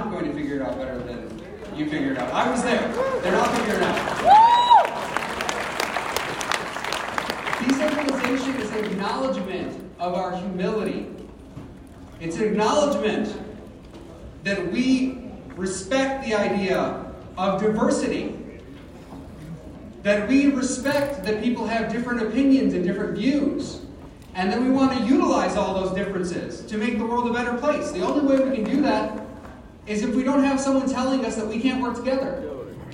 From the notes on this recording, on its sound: LIve FromThe Libertarian Party Convention. Another from my series of recordings I made at the Libertarian national convention in Reno.